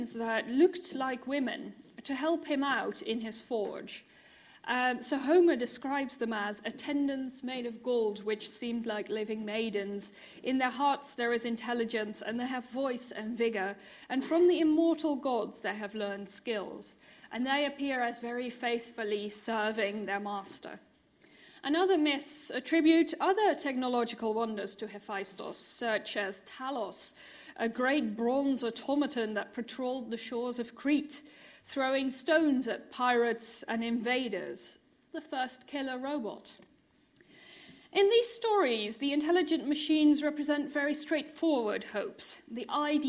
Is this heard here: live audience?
yes